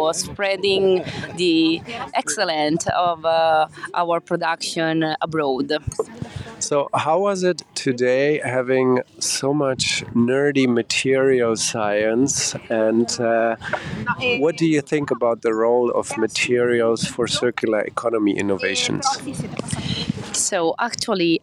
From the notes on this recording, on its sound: Live from the International School in Circular Economy Project Management.